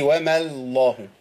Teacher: أنت رققتي اللام الأولى من لفظ الجلالة، من لام لفظ الجلالة، قلتي وما الله.